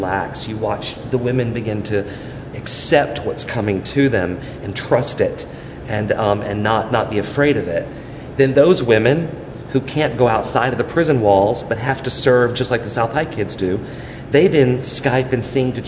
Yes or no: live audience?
yes